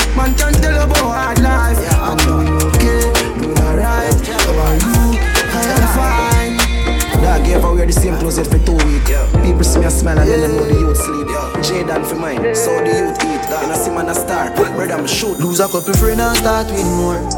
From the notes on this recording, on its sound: Live Audio recording of my set at island saturdays